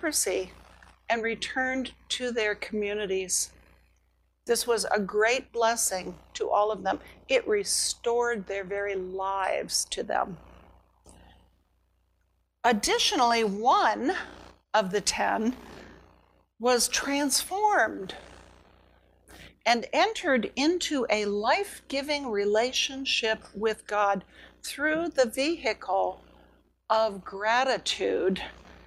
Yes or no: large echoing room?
yes